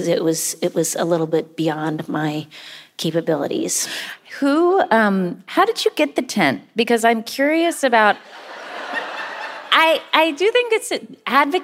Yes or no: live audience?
yes